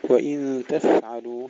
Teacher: سكون الفاء مع الهمس بدون قلقلة